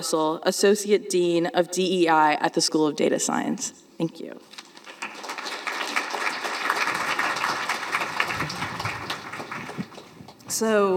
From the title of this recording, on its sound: Live from WiDS 2023